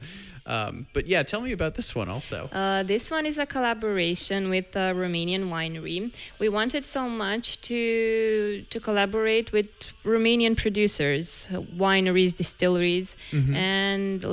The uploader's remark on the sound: Live from Oriel Beer in Bucharest, Romania